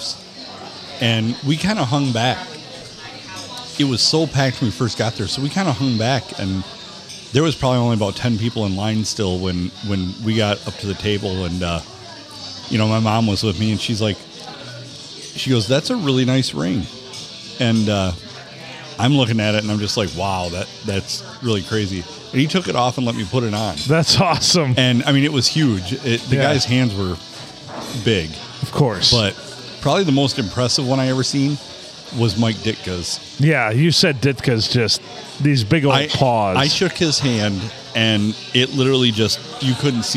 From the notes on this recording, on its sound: Recorded on a Monday night and the Blue Water Sports Bar and Grill.